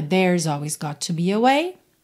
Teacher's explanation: Esse there, se você quiser, pode enrolar a língua